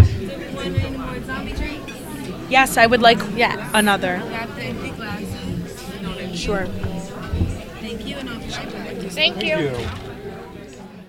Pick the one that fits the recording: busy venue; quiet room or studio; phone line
busy venue